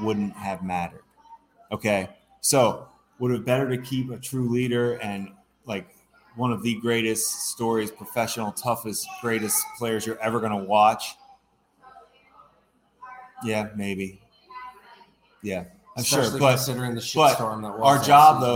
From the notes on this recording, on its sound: You can listen to the audio above or watch the video below from Fattey Beer Company in Hamburg, NY.